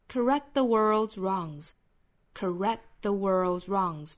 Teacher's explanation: 后面两个辅音，一个是 K,一个是 T,几乎都是听不到声音了的。